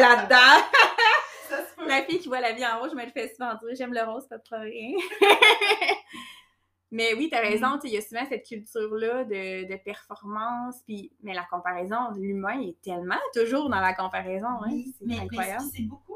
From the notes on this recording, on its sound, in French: Le son est médiocre sur cet épisode: c'était ma première expérience d'enregistrement et le micro n'était pas optimal